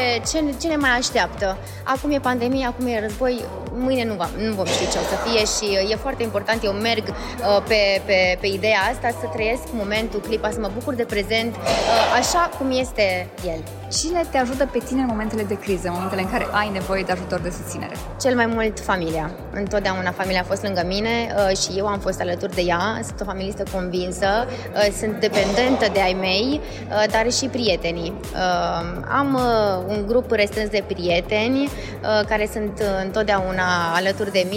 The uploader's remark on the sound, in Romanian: Interviu cu artisti de pe scena celui mai mare concert caritabil din Romania